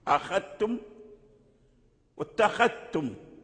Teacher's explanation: أدغم ورش وقالون الذال في التاء · Term: إدغامها